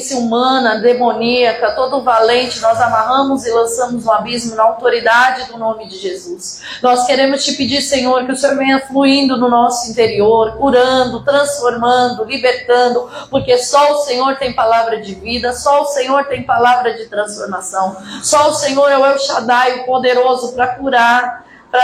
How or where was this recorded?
large echoing room